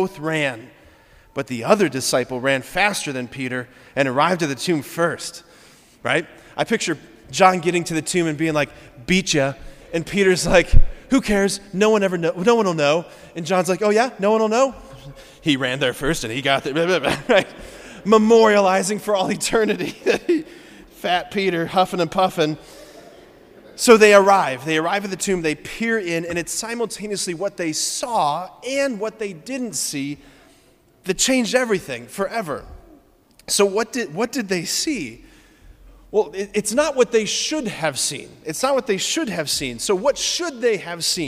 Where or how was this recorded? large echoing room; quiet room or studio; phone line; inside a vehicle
large echoing room